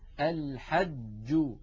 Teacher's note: الجيم التي نقلت لنا من تلاوة رسول الله صلى الله عليه وسلم والعرب المعاصرين له جيم شديدة، الحج، ولا نقول الحج، هذه لا تصح أبدا.